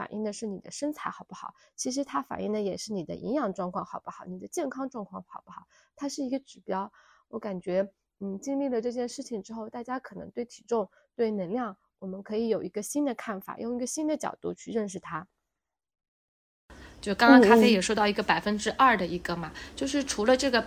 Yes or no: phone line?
no